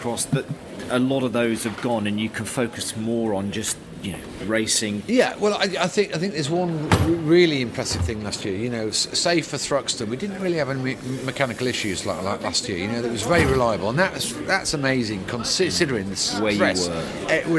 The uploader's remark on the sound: Media Day Donington Park